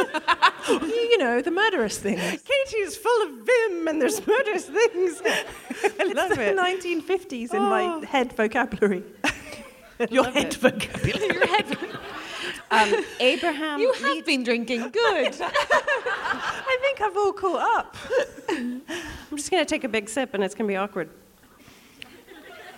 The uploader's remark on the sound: The Drunk Women are back in Edinburgh and already storming their Fringe run with sell out shows. In front of such a lovely audience. We hear from a member of the audience.